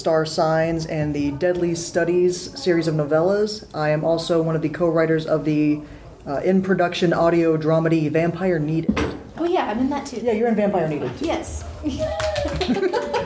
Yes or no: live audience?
yes